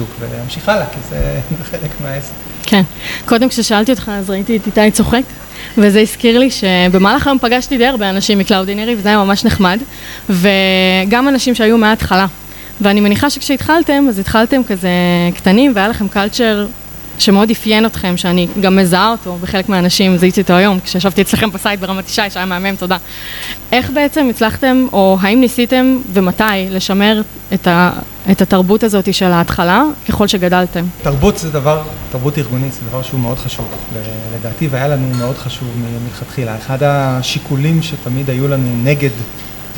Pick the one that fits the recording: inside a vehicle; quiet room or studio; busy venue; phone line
busy venue